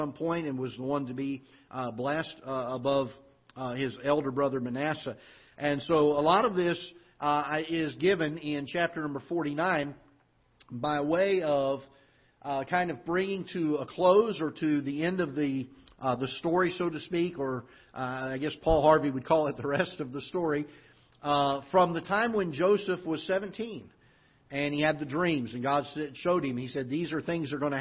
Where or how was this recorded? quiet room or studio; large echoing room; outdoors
large echoing room